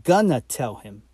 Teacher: So that N and that T, they come together, like with going to turning into gonna